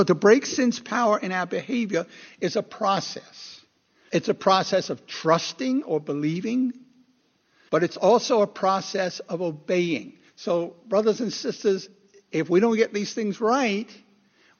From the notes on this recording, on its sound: Recorded 2/11/2016 at Christ Church Anglican